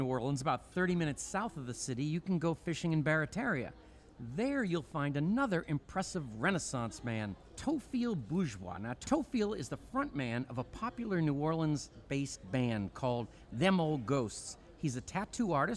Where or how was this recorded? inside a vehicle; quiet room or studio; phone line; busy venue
busy venue